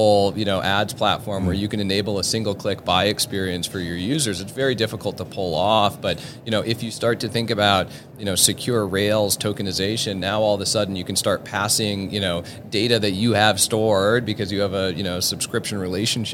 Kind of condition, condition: setting, busy venue